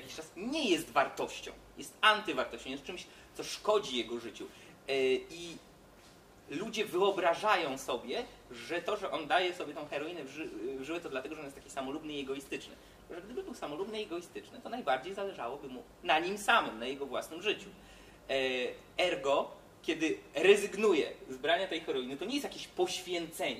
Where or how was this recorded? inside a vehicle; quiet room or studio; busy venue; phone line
busy venue